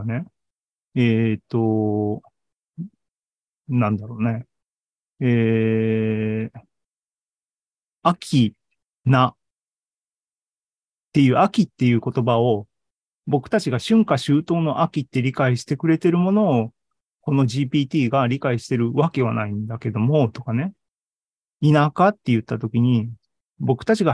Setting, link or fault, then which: link, video call